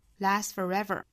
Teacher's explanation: last 尾部 t 的发音也是要省掉